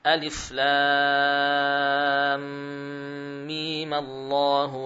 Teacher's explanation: sukun pada mim kita berikan untuknya harakat fathah karena bertemu dengan lafaz Allahu. Kemudian panjang mim bisa menjadi 6 harokat atau tetap 6 harokat atau menjadi 2 harokat.